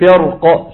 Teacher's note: فما زالت الراء تتأثر بجارتها القاف وتتفخم